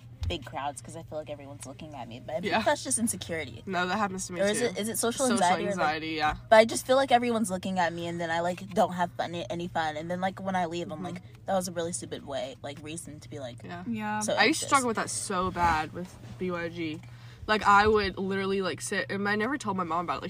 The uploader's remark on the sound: Live from the Sonic Parking Lot